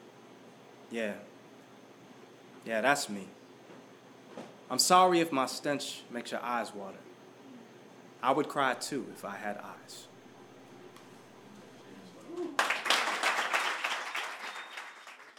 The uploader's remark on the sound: Presented as a live event in Asheboro, NC, which is then edited for broadcast on WKXR 94.9FM. This episode was recorded live at The Flying Pig in Downtown Asheboro.